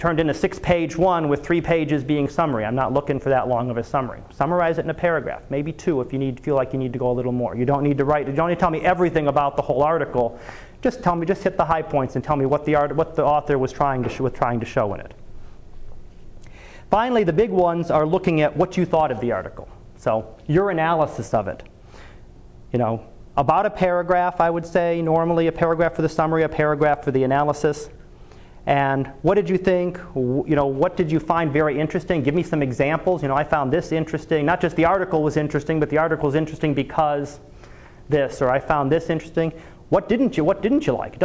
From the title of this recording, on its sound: Live Class Lecture